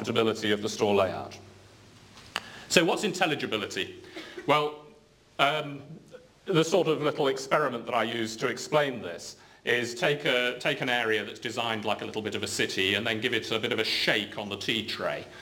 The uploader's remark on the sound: UCL Lunch Hour Lecture